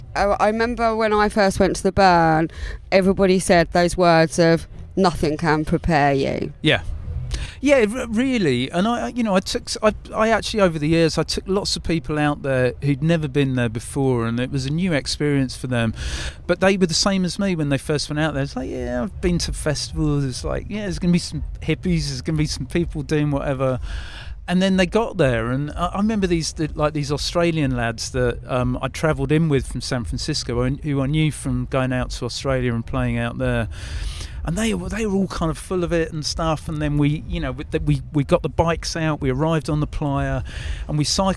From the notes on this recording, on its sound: Interview at Brighton Music Conference. Recorded live for istreem.tv.